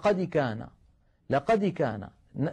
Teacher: نسمع أحيانا بعض الإخوة يقولون لقد كان الدال تميل إلى الكسر ميلا واضحا